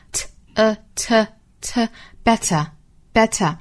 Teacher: 尾部是一个元音啊，应该就是 t,后面加一个小小的 schwa sound.